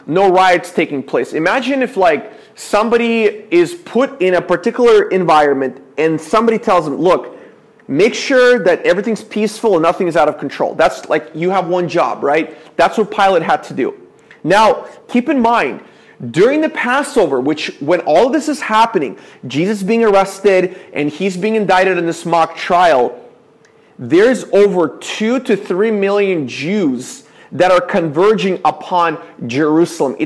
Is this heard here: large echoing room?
yes